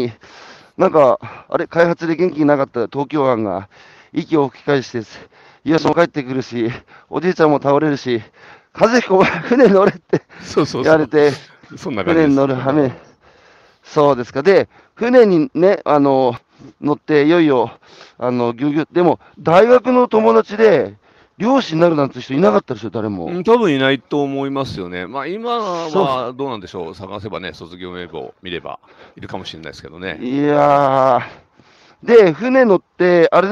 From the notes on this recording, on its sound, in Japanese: 歩きながら1時間、対談する。